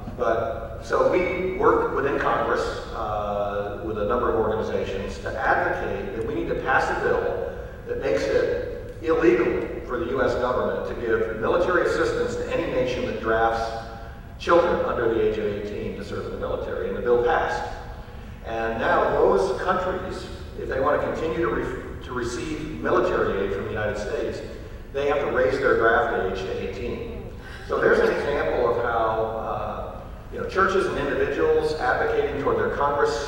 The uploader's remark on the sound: answer questions from the audience